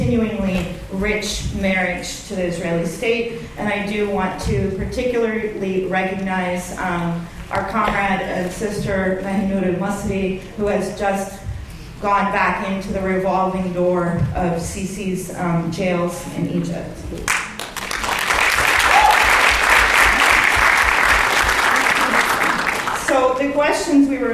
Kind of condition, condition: setting, live audience